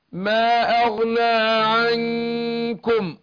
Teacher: شوف الإخفاء هنا، النون تخفى النون عند الكاف، هنا أرقق الغنة عشان الكاف حرف مستفل